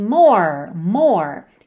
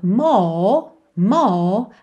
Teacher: Então a gente tem esse R com uma pegada mais britânica, que é o quê? Um alongamento da vogal anterior. · Shown in: second take · More, more, ao invés da enrolação do R.